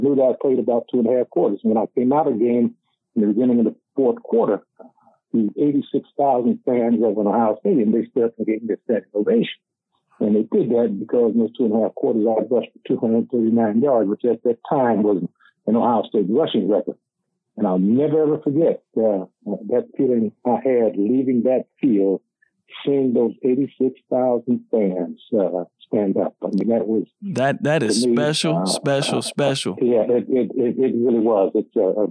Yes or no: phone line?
yes